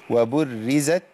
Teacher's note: وبري، أنا عندي الراء هنا مشددة بالكسر، فعندي الباء مرققة والراء مرققة الساكنة والمتحركة